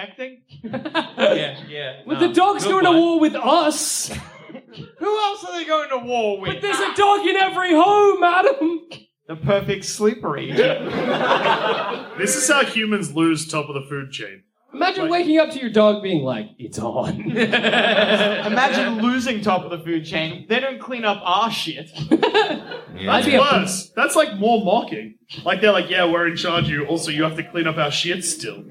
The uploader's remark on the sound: Part of our 2017 UK Tour. Recorded at the Soho in London.